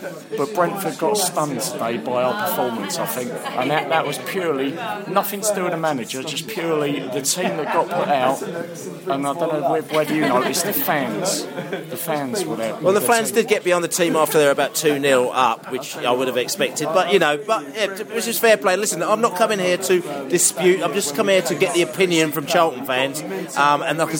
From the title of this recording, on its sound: post match podcast from the pub